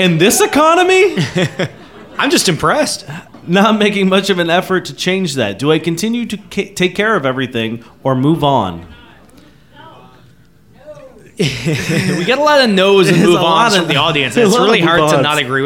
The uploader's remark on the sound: here's the live show we did at Black Sheep at the beginning of the month